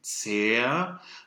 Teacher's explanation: Wir gehen am Anfang, bei zerrissen, gehen wir auch wieder mit offenem Vokal weich rein